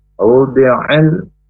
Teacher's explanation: Wawudi'il, alif lam qamariyah, jadi huruf ain dari tenggorokan yang tengah